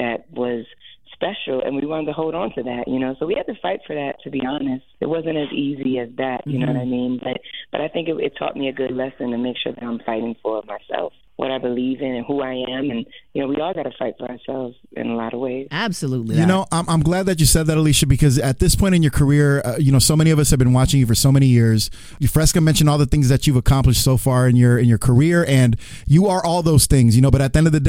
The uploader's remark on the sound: Get on the phone line with the decorated vocalist.